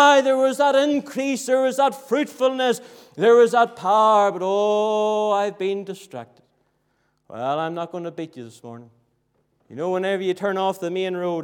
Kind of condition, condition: setting, large echoing room